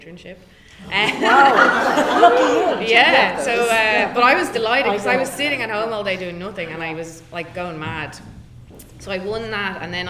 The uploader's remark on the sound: A Live Panel Podcast from WFT & WGI. Moderated a lively panel discussion.